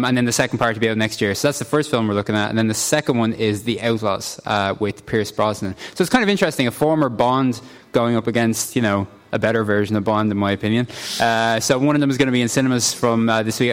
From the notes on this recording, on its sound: Live from Lawlors Hotel in Naas with thanks to Marks and Spencer part of Newstalks Summer Tour.